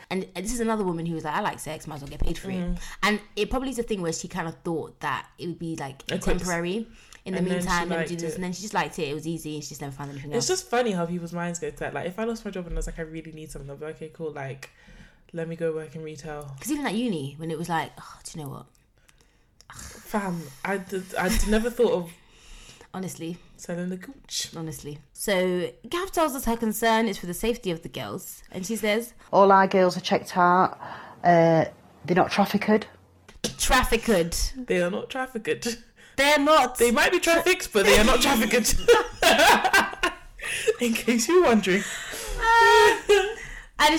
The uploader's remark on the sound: Make sure you put your volume down, guys. We got a bit excited with the mics on this one!